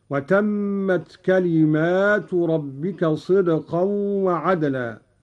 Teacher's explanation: قوله تعالى: وتمت كلمة ربك صدقا وعدلا. قرأ قالون بألف بعد الميم على الجمع هكذا: وتمت كلمات ربك صدقا وعدلا.